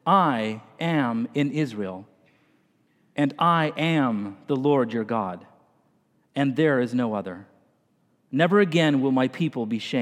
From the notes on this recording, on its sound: this morning delivered the message during the Traditional Worship service